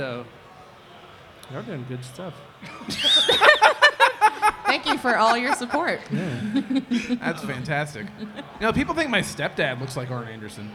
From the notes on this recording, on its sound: a live episode on the Podcast Movement stage at Starrcast